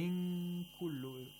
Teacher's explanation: In kullu, it will be a complete nasalization.